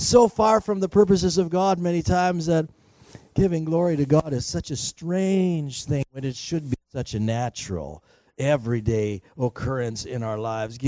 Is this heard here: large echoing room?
yes